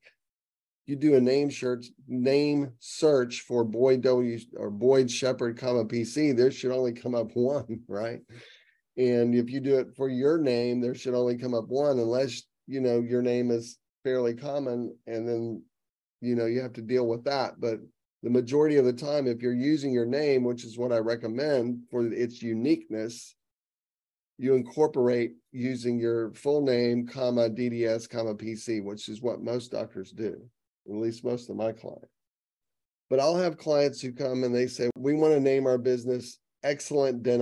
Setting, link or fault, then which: link, video call